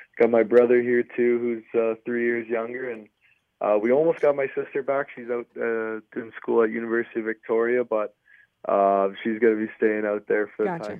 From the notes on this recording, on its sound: chat over the phone